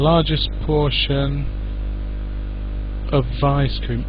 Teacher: We lose the T and we just go straight from the S to the P.